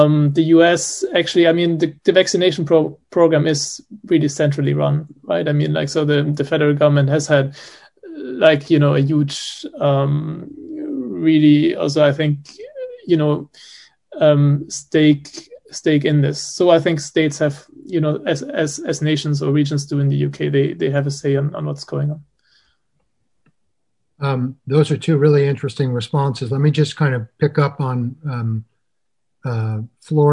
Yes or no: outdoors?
no